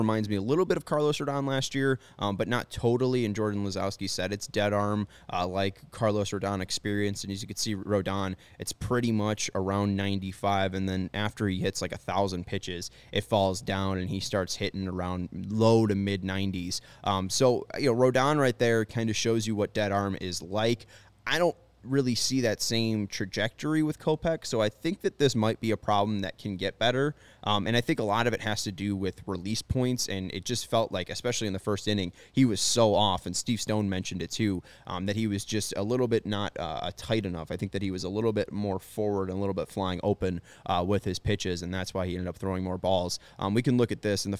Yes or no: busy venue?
yes